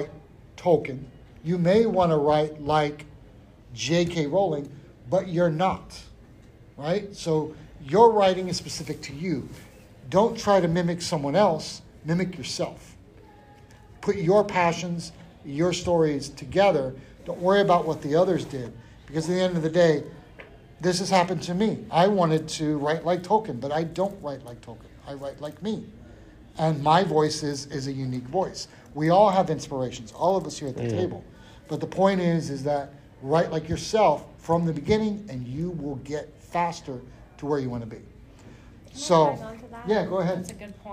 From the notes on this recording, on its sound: MAKING AND MARKETING COMICS PANEL at PALMCON 2022!